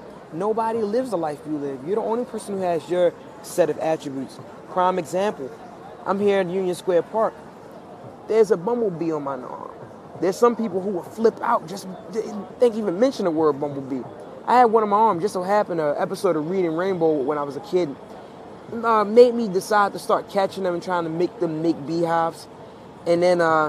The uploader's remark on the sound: Live from Union Square Park.